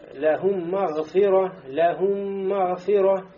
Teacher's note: То есть мим удваивается и происходит у нас лидгом · Два мима встречаются, первый мим с сукуном, значит, будет удвоение мима. И мим становится мушаддада, удвоенный.